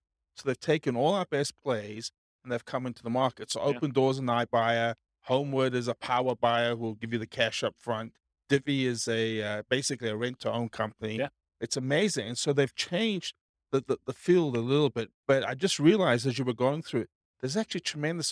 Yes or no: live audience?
yes